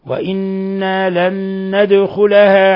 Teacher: نون ساكنة جاء بعدها نون متحركة أدغمت النون الأولى في النون الثانية، لك أن تسمي إدغام بغنة ولك أن تسمي إدغام متماثلين.